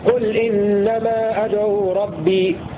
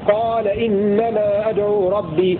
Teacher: قرأ حمزة وعاصم بضم القاف وسكون اللام بدون ألف بينهما · Shown in: first take · في قل إنما أدعو ربي، قل إنما على نافع الأمر لحمزة وعاصم، لأنه قال وفي قال إنما هنا قل فشى، يعني لفظ قل الذي بعده إنما.